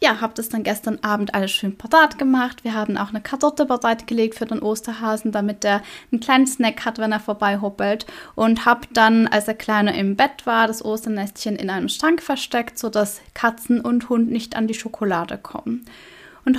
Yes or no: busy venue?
no